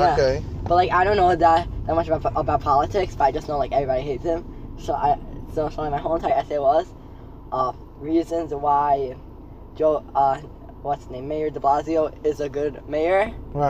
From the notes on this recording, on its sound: Me and my 15 year old son while driving home or to school.